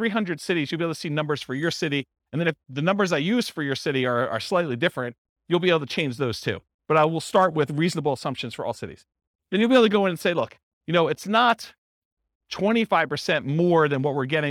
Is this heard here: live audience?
yes